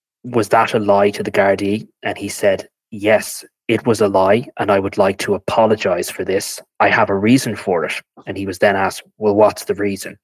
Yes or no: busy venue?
no